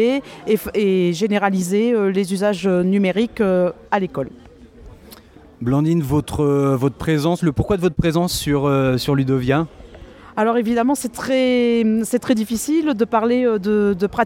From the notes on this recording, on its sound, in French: Troisième hors série en direct de la onzième édition de Ludovia. Encore un épisode entièrement consacré aux entretiens enregistrés dans les jardins de Ludovia 11.